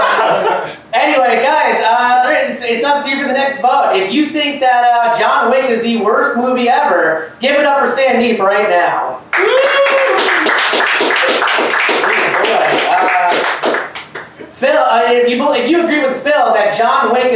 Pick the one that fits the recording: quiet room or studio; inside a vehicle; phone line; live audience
live audience